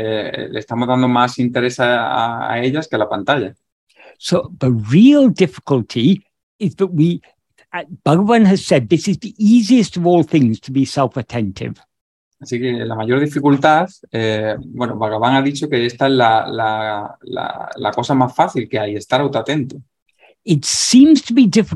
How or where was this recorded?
video call